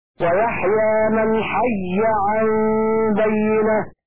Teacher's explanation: بإدغام الياء الأولى في الثانية مع التشديد